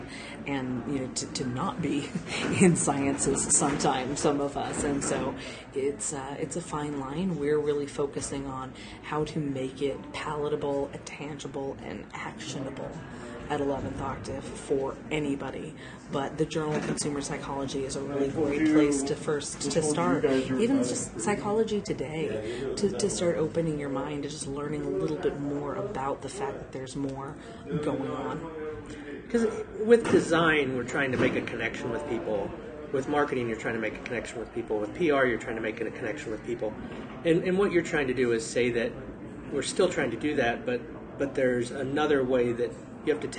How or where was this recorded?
busy venue